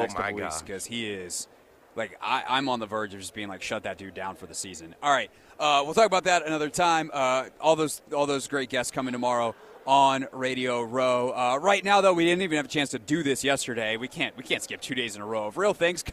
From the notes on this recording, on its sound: Radio Row Insights. Joins the show LIVE from Radio Row.